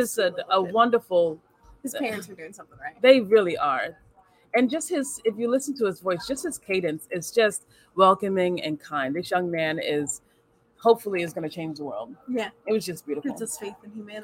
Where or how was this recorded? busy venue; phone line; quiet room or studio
busy venue